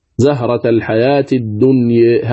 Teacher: وهي في الحقيقة ليس فيها إلا التقليل وصلا ووقفا، يعني كلمة الدنيا مثلا الأولى، الموضع الثاني زهرة الحياة الدنيا، الدنيا ليس فيها إلا التقليل لأنها رأس آية، زهرة الحياة الدنيا هكذا تقرأ لورش في الوقف وفي الوصل، زهرة الحياة الدنيا لنفتنهم فيه.